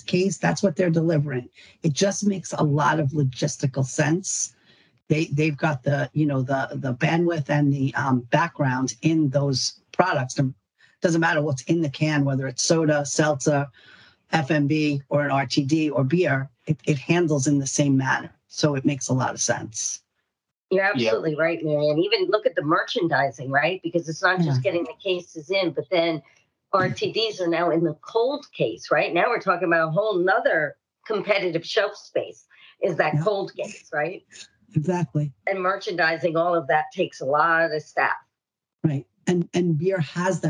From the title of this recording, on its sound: annual webinar discussion